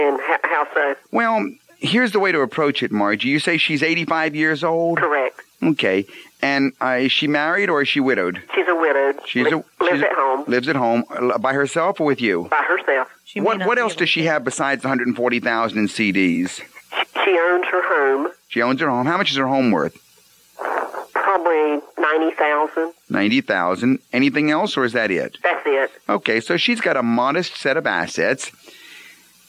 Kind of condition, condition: link, phone line